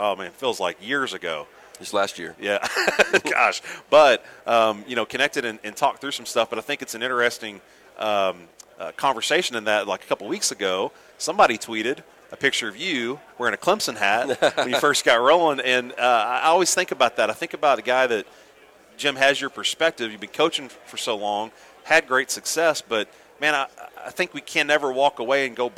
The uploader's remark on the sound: Live from the ABCA Convention in Dallas. Recorded from the floors of our Dallas Convention where 6,500 baseball coaches converged to bring ‘4 Days of Baseball Heaven’ to life!